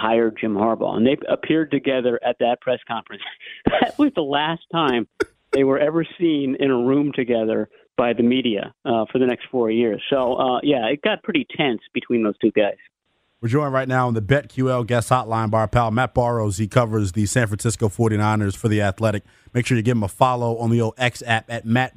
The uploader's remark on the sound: take your calls